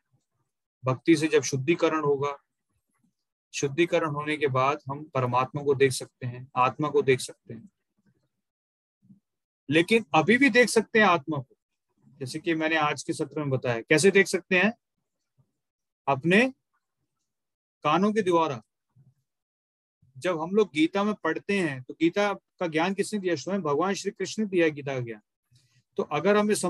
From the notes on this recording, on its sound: Zoom recorded class.